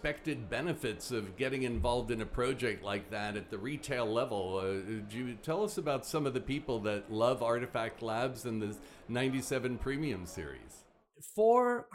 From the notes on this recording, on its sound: At HKFTW. LIVE from Hong Kong FinTech Week.